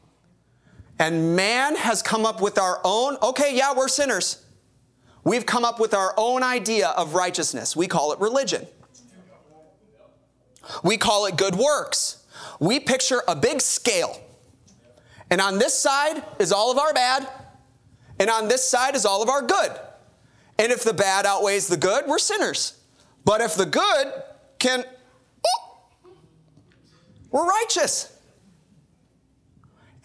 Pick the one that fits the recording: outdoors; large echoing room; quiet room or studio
large echoing room